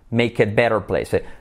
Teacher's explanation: Fijaros que es make it a better place, ahí se come la A.